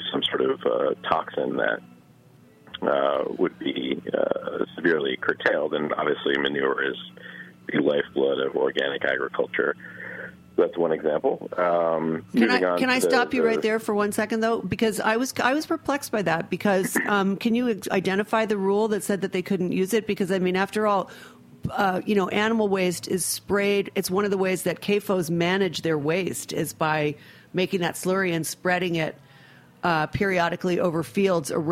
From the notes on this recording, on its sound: an intriguing phone conversation